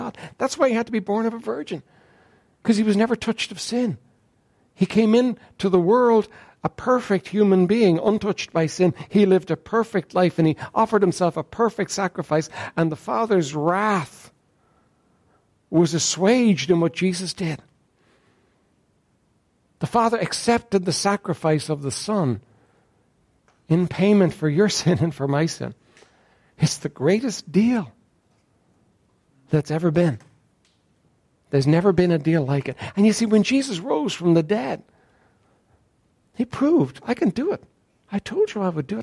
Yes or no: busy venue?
no